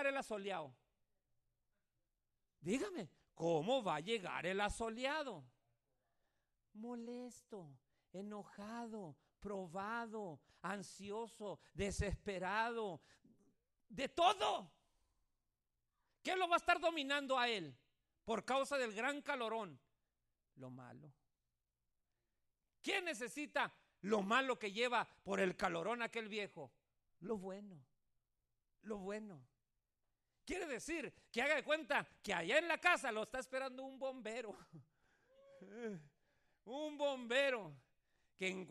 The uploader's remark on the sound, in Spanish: Este mensaje fue grabado en vivo en la Iglesia Monte Sinai Upland.